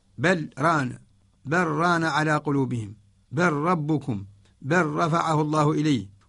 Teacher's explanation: أدغم اللام في الراء، وذلك في بل ران، بل ران على قلوبهم، بل ربكم، بل رفعه الله إليه. · Term: إضغام اللام في الراء